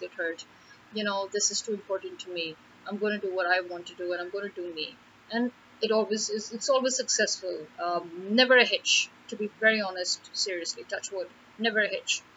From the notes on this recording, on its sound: It was too hot to turn off the fans and record on my mobile, needed the noise cancellation of my laptop mic, but the problem there is the voice gets a little distorted while the cancellation works...so apologies in advance.